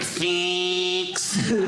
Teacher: It's very nasally. Everything I say sounds like a game show buzzer · Term: Wisconsin accent